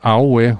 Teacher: The word for hand is awe, which is low-high-low.